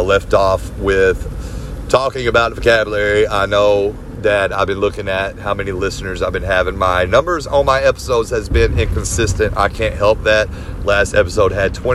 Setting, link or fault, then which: fault, phone or laptop microphone